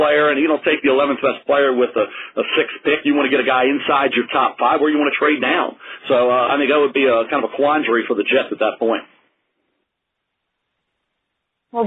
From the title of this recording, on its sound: NFL Draft Conference Call